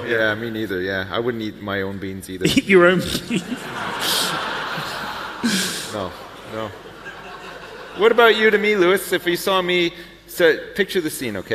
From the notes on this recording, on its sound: Live from YogCon